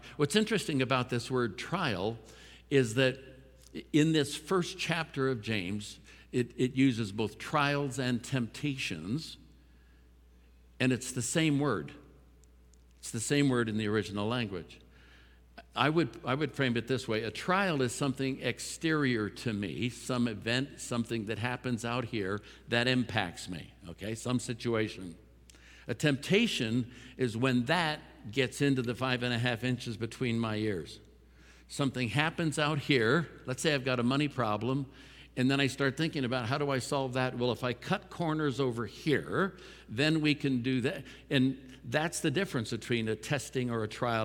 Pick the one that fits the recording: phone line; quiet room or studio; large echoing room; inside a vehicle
large echoing room